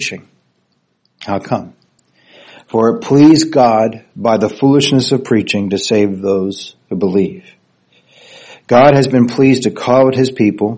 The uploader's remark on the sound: Recorded Sunday morning, May 21st, 2023 at Sovereign Grace Church in New Caney, Texas USA.